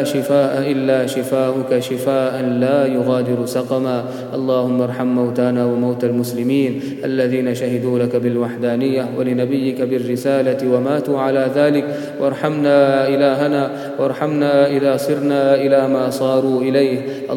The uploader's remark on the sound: Qiyam-ul-layl. At the Houghton Masjid (West Street).